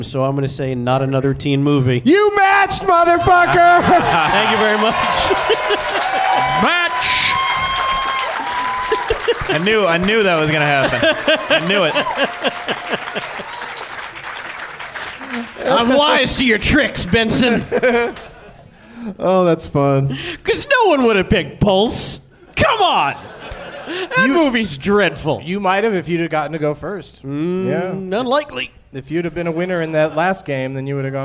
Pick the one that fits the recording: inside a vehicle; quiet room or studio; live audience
live audience